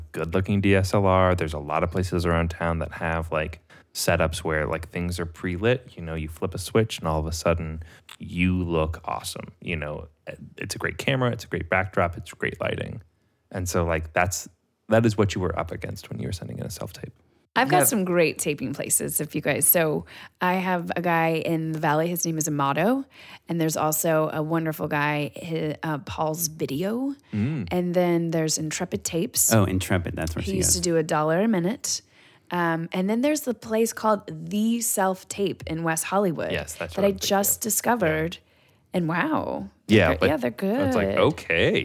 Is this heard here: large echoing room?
no